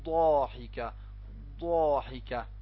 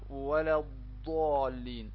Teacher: الاستطالة امتداد الصوت من آخر حافة اللسان إلى أولها عند النطق بالضاد